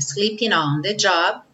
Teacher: não vamos pronunciar o G do sleeping, vamos juntar o N no on.